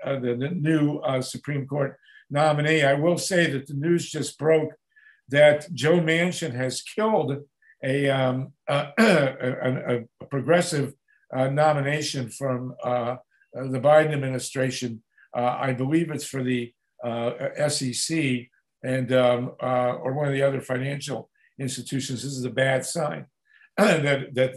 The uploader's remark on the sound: At this 86th zoom session of the Grassroots Emergency Election Protection Coalition